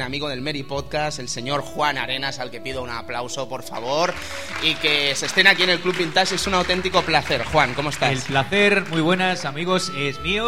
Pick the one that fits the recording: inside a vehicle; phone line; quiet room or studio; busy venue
busy venue